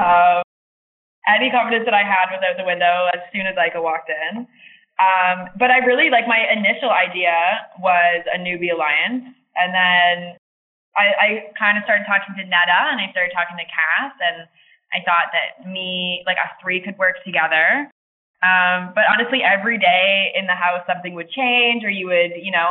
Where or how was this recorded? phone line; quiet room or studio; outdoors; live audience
phone line